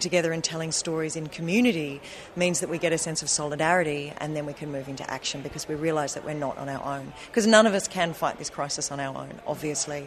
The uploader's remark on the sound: Recorded at SFL2020